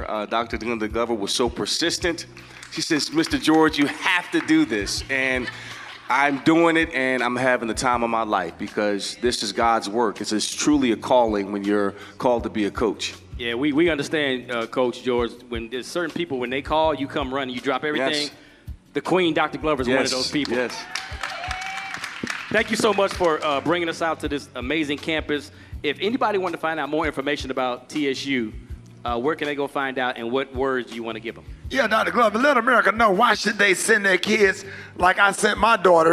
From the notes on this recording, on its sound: Live at John A. Merritt Classic in Nashville. Live at Tennessee State University, a HBCU, in Nashville, TN. While broadcasting live at TSU.